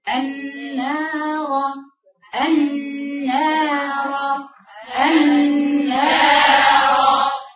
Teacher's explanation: قال لك الألف المادية تخرج بالتصاعد عند فتح الفكين، خلي بالكم الألف المادية خليكم معايا هتخرج بالتصاعد عند فتح الفكين، امتداد الفتحة خالصة بدون إمالة الألف المادية، يعني وأنا بقول إيه، وأنا بقول مثلا النار النار النار، تخرج الألف المادية اللي هي دي اللي هي بعد النون بتاعة النار اللي هي في النار، يعني تخرج بالتصاعد عند فتح الفكين.